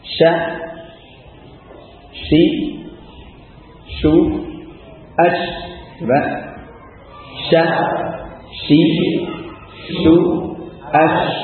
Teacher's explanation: Tafashi artinya banyak suaranya menyebar di mulut, lebih suara apa napasnya atau udaranya itu menyebar ya di mulut.